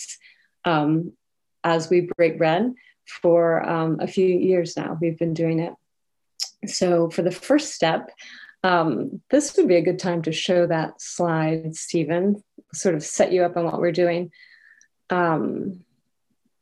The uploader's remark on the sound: This conversation was recorded on Zoom.